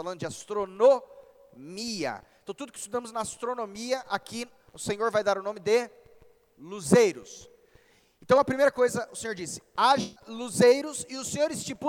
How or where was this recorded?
large echoing room